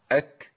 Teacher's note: في الكاف والتاء بحتاج ينقطع الصوت ويمشي النفس، هي دي الصعوبه. · Term: الهمس